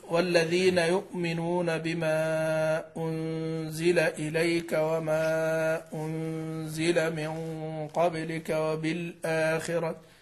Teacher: فهذه الهمزات أتينا بها على حقيقتها وأصلها الذي هو بيانها ويعني الإتيان بصفاتها من مخرجها الذي هو أقصى الحلق كاملة الصفات